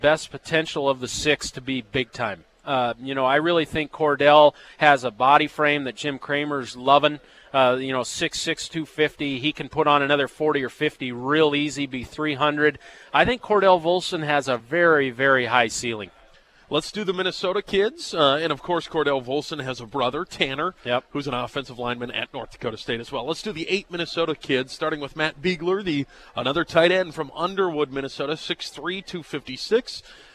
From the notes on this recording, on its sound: live from the Ramada